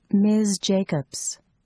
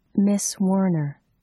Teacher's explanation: Ms. with the final voiced Z will sound almost twice as long as Miss with the final voiceless S.